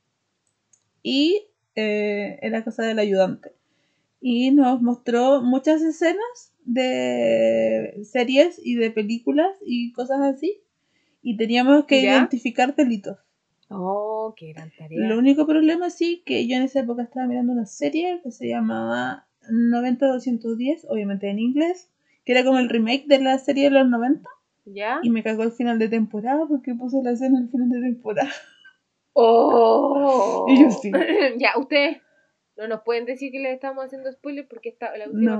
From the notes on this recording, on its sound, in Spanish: El sonido está como la corneta, fue culpa mía